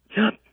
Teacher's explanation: a very big inhalation when people are saying, yep